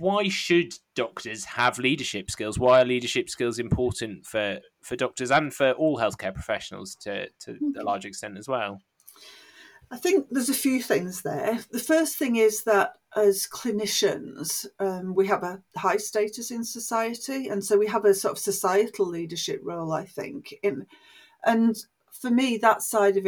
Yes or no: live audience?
no